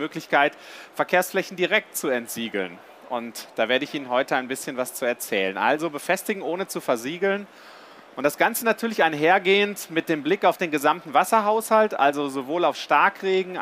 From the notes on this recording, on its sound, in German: live von der GaLaBau Messe 2022.